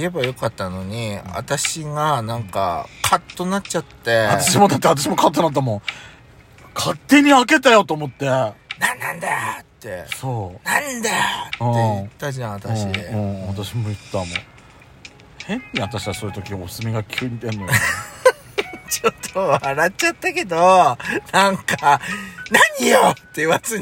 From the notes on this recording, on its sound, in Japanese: パーキング収録